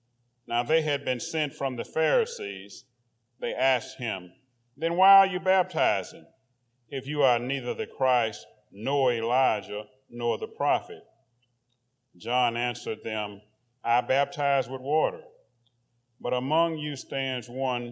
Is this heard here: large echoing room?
yes